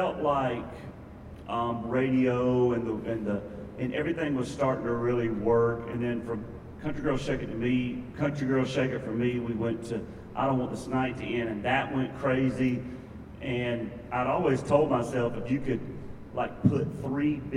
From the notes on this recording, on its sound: we attended an exclusive Press Conference